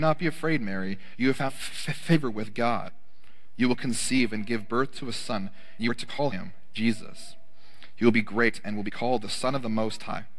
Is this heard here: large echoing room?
yes